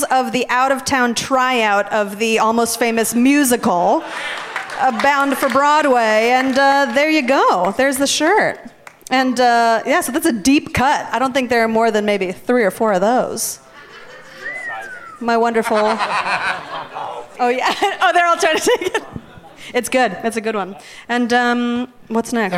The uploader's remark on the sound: Live from the Gramercy Theatre in New York City